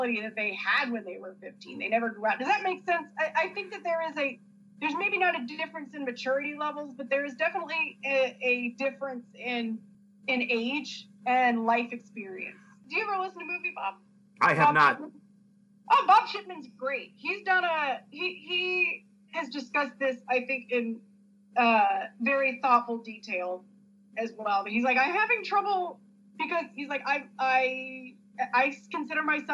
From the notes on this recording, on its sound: This was a Skype podcast, so please excuse the audio for not being as crisp as it could be.